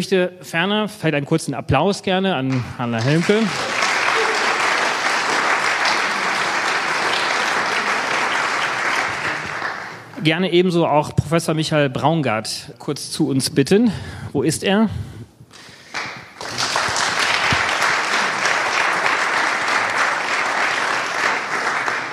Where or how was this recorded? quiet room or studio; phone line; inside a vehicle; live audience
live audience